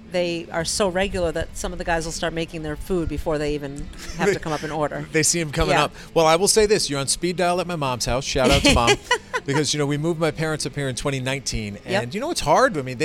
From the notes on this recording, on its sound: chat from a booth at Islington Pizza